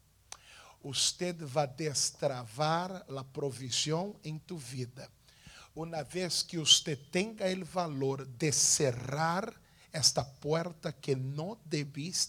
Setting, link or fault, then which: setting, large echoing room